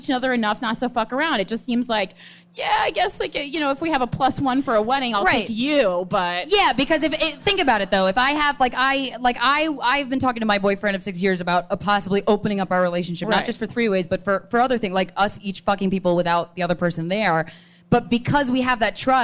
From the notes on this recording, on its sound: from the All Things Comedy Festival in Phoenix, Arizona